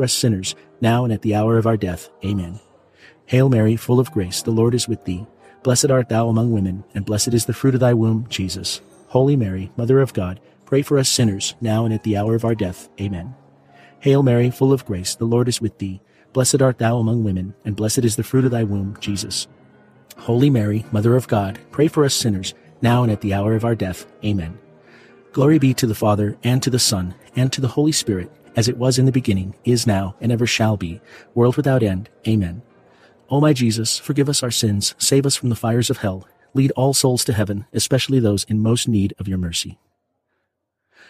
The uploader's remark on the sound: PIANO BAR. Elegant sounds of fine-dining and live piano jazz serve as a refined background along side the rosary.